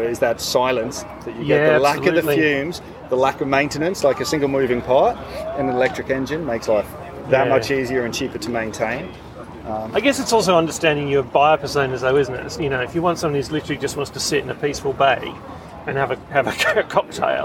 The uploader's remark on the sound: Recorded at the Sydney Boat Show.